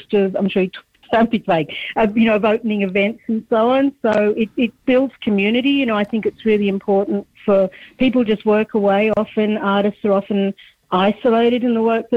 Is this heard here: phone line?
yes